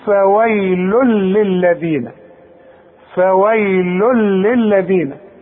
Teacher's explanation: ادغام كامل بدون غنة. اذا هنا مش هغن، هقول فويل للذين، فويل للذين، واذا وقفت هقول فويل بسكن.